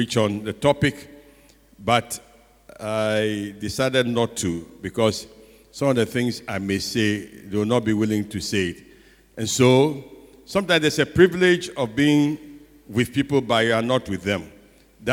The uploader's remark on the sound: Sermon preached at CBC Shiashie Campus on July 11, 2021